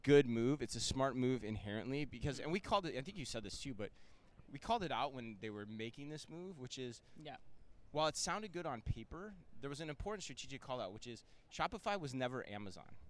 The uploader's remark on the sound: live from Shoptalk Europe in Barcelona